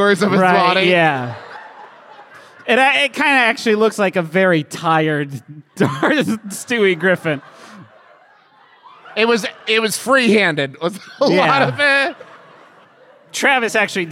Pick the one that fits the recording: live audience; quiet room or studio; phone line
live audience